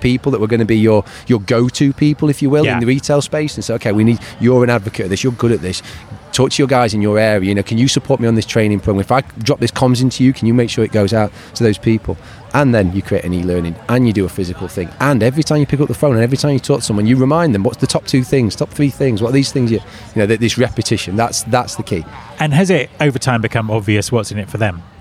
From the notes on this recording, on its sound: Spoke on The Hiring Without Boundaries stage at RecFest in London. We recorded the conversations backstage at the event.